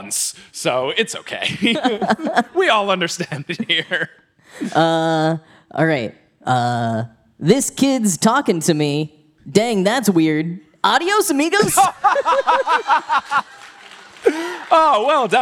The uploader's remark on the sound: Live from City Winery in NYC